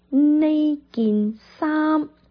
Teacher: 衫就是一个闭唇音，记住把你的嘴巴闭起来